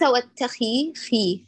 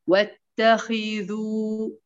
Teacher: ليس واتخي خي، لا ترقق الخاء. أعطيها تفخيم نسبي · Shown in: second take